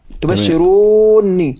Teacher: قراءة المكي بتشديد النون مع المد المشبع